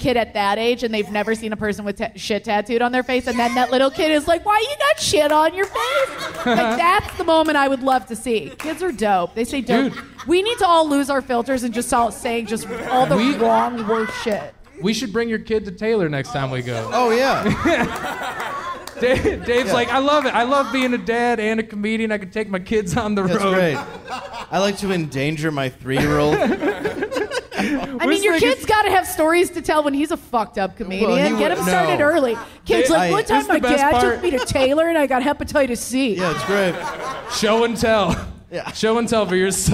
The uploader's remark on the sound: Recorded at the Park Bar in Detroit, Michigan. LIVE episode.